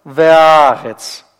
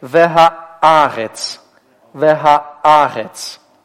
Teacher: Но поскольку у нас есть алев, то мы делаем остановку. Это гортанная смычка. · Shown in: second take